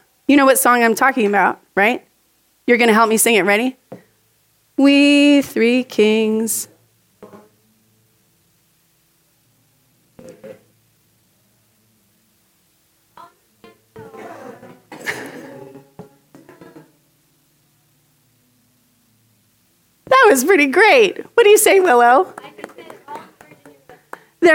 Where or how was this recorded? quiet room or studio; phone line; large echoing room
large echoing room